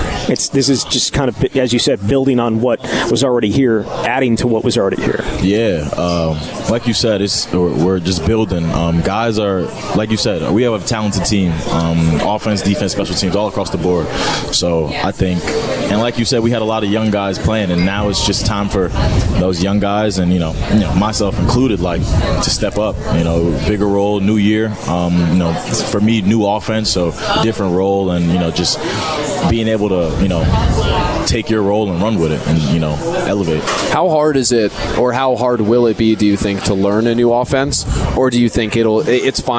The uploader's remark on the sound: live from Monk's in Sun Prairie